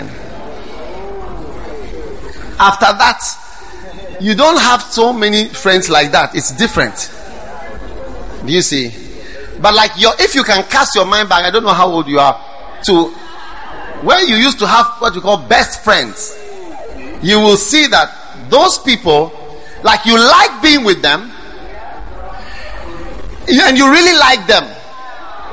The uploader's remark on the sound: Preached at the First Love Center.